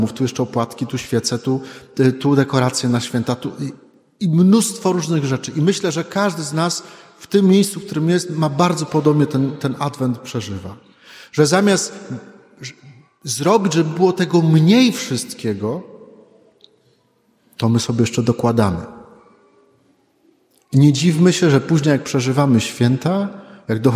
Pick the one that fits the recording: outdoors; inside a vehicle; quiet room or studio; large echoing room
large echoing room